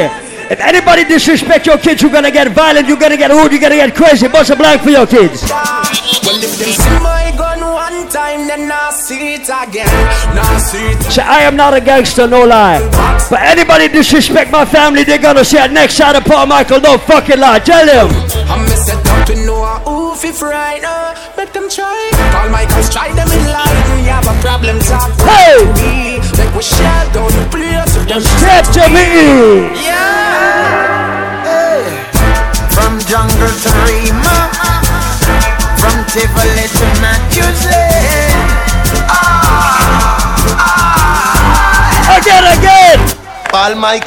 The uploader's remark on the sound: LIVE IN THE BRONX, NYC. Segment from the Tranquility Lounge Round Robin in the Bronx, NY on Wednesday, May 11, 2016.